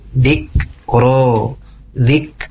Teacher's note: bunyi kaf sukun sebagaimana kita ketahui dia bukan termasuk punya sifatnya pantulan ya, atau lukukolah ketika dia disukunkan atau dia sukun, bukan dhik, hati-hati ya, dhikro, dhikro.